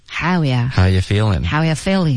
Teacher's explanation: 那这应该是 How are you?就发 Howyou